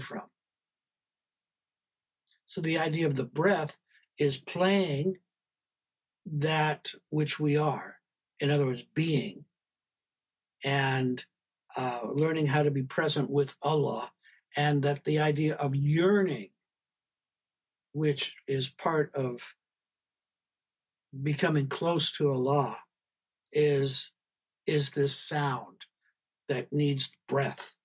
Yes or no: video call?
yes